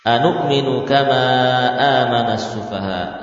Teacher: As-sufaha juga dibaca dengan mad far'i, kurangnya 4, 5 atau 6 harokat.